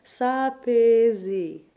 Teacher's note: Should you choose to harmonize that open e, then be sure you aren't just completely closing the vowel to s'apaiser, but somewhere in between that, s'apaiser.